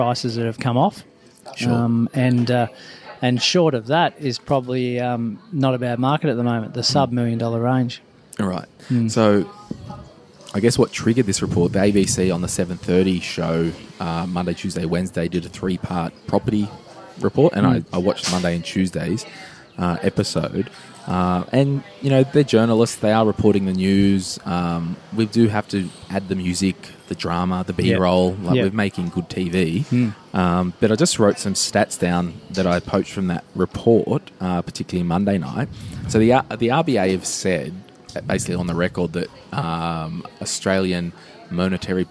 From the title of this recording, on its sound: live From Flour & Co